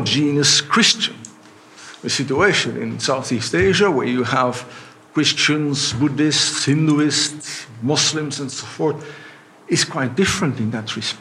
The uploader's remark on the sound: We will listen to a conference given by the European General Studies Programme in the framework of their Conference Series "Global Europe in the Real New Millenium.